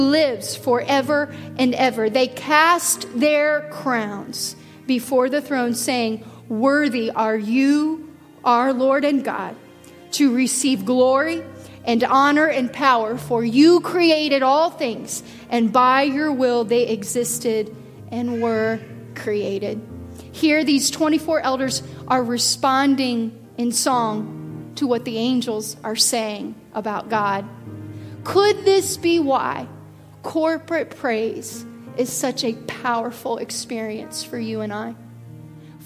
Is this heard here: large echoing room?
yes